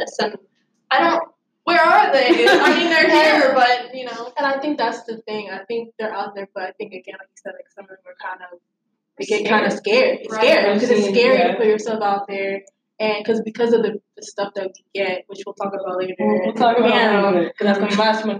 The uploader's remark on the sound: panel at UCF’s Day of Cosplay